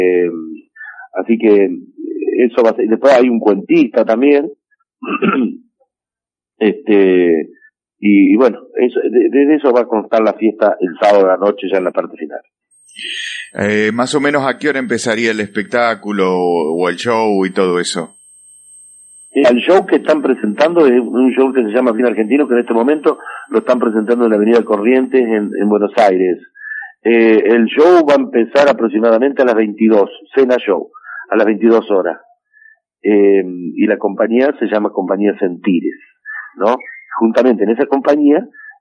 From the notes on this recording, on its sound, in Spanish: Entrevista telefónica.